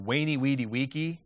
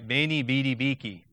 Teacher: I don't use a W sound. I use the bilabial fricative · Shown in: second take · which means it sounds, instead of wainy, weedy, weaky, which I think would have gotten Caesar killed several years earlier, okay, I like to say veiny, beedy, beaky.